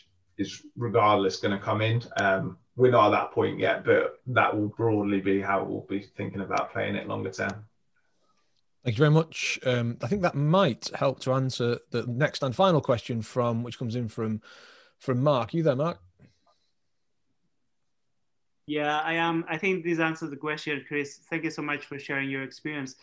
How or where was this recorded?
video call